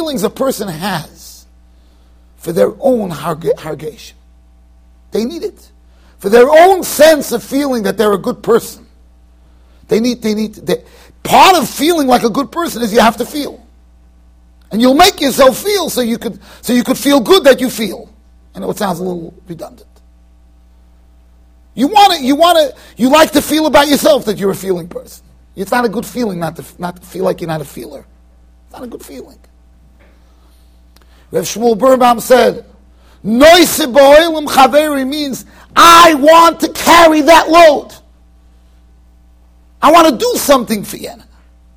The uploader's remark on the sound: Shiur recorded in Yeshivas Ohr Reuven, Monsey NY.